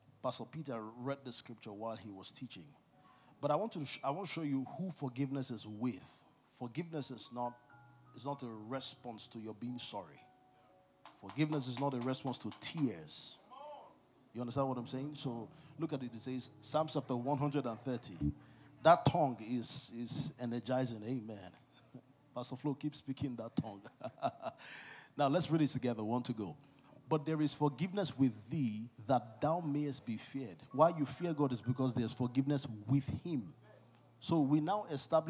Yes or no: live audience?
yes